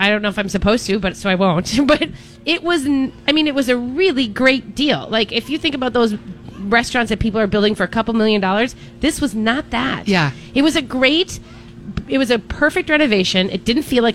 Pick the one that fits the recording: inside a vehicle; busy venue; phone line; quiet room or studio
busy venue